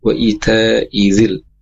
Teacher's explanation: perhatikan sini i-nya pendek, kemudian za-nya tanpa ada tasdid di sana ya